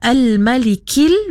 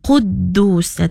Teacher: Sebab yang pertama Al-Malikil nipis. Okey, kemudian Quddus. Bunyi-bunyinya macam tebal sikit lah.